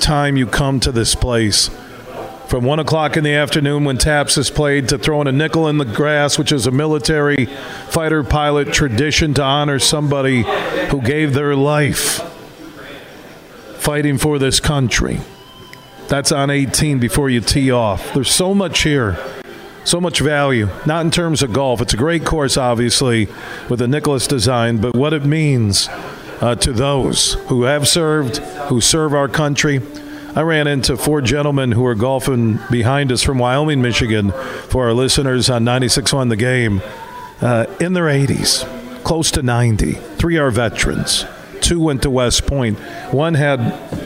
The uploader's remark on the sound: we're broadcasting live from the American Dunes Golf Club in Grand Haven